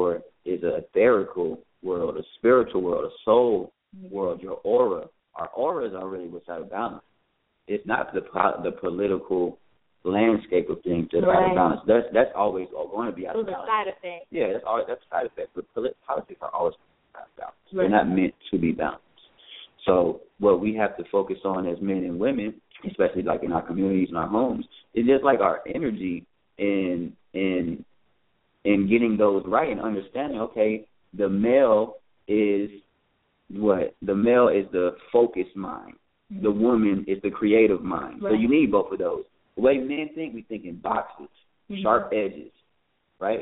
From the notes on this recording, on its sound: Thought Provoking Live Call In Talk Show.